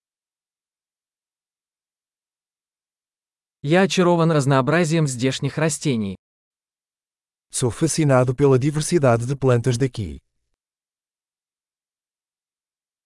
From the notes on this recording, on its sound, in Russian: Шум журчания ручья оказывает лечебное воздействие.